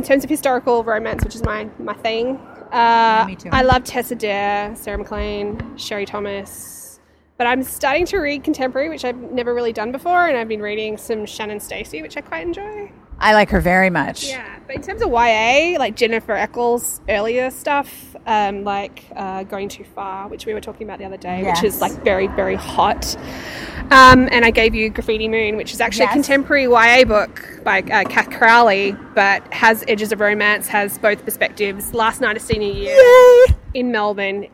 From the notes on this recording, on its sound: hanging out in the festival area with a few readers and a book seller